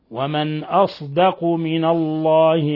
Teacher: وقرأ الباقون بالصاد الخالصة